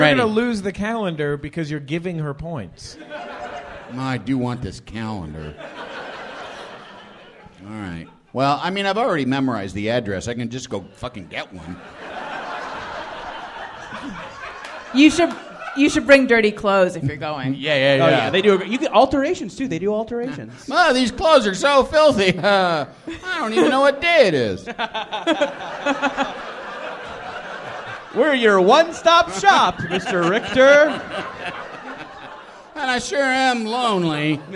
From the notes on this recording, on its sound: Take a break from their usual studio recording for a live episode from the Gateway Theater in San Francisco as part of the 2018 SF Sketchfest.